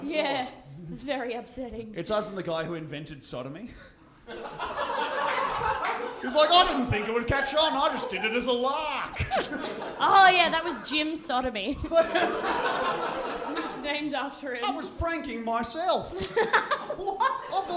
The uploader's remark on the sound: This is our Brisbane live show